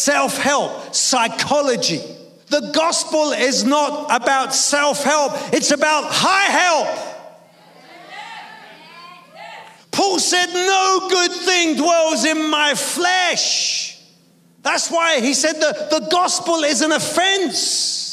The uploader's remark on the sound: preaching at a Church in Thailand